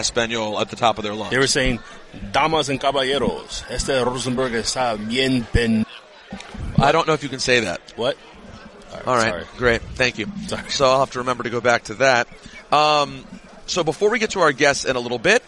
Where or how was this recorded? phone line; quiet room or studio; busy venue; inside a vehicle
busy venue